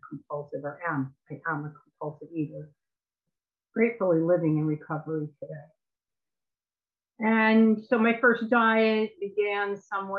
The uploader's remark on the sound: Recorded at the Recovery From Relapse Special Focus Meeting